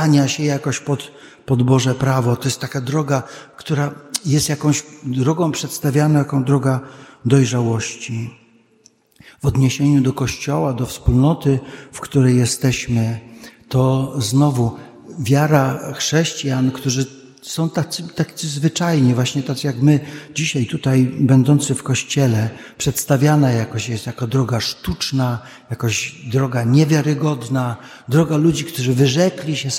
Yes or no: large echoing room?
yes